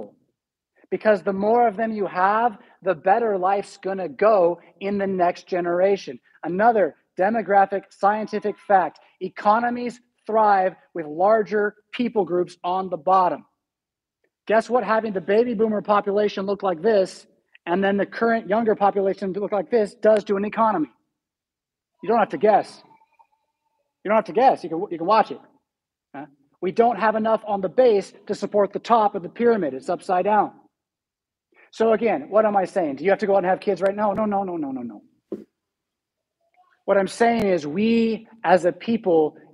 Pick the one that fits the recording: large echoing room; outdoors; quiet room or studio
large echoing room